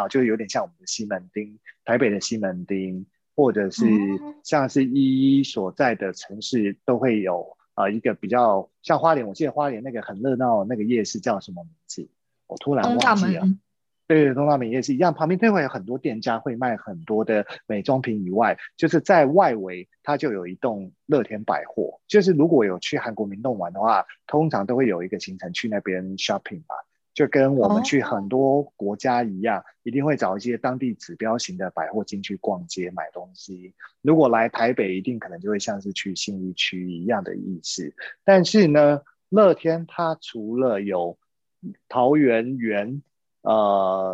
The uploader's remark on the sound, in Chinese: 因為這一集是採遠端錄音，所以收音品質與平常節目聲音明顯有差異喔～